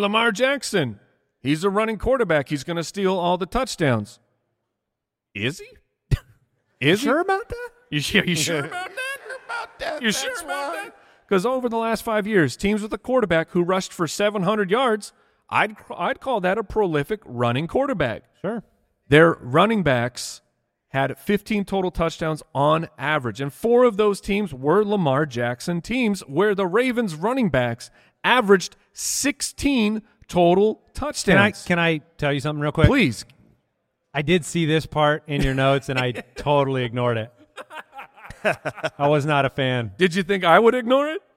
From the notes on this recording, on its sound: LIVE in LA. Live at the Palace Theatre in LA!